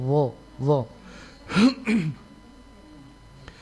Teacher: menyebut huruf dzal, dzal, tapi dengan cara dinaikkan pangkal lidah sehingga dia menjadi dha · Term: huruf dha